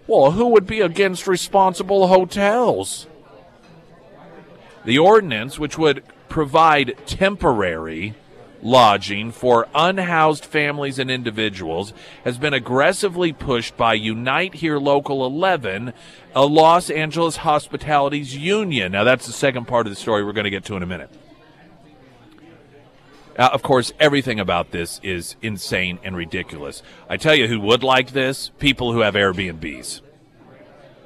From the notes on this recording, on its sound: live at Scramblers Diner for the Friday Road Show